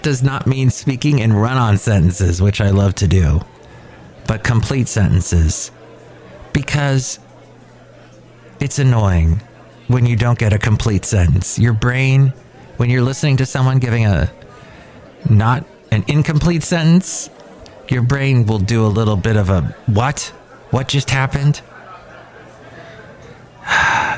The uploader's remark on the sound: Podcasts live from Café Anyway.